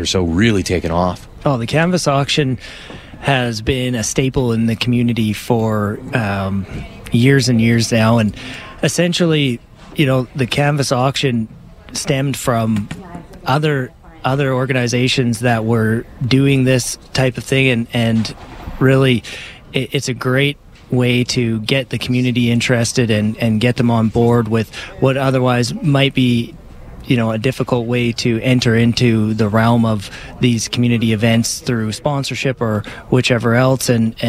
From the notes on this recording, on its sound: We're live today from the Calgary Stampede Tarp Auction.